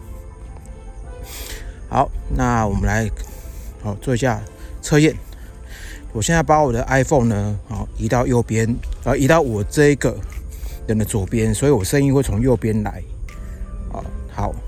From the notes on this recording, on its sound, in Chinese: 本集特別在外用 iPhone 11 Pro 內建的立體聲麥克風錄製，防風效果普普。但蠻清析的。